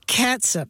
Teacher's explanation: S-U-P with that vowel is a schwa sound, right? Not a long ooh sound.